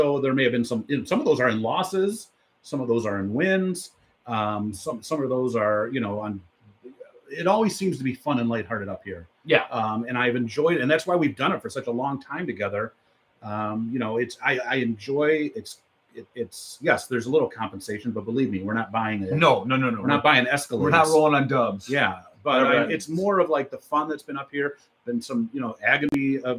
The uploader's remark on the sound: Live From the Marauder Stadium Press box